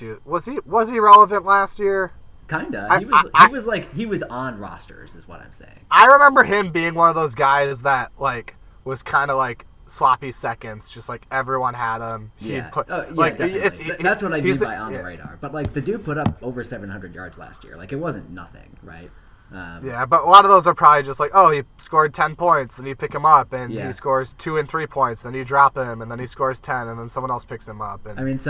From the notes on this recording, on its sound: Does recording via hotspot from the back of a van produce a quality auditory environment?